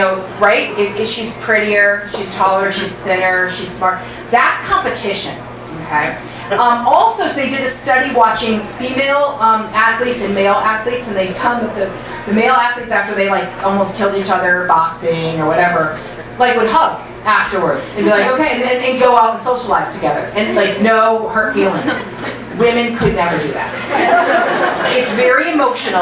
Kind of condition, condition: setting, busy venue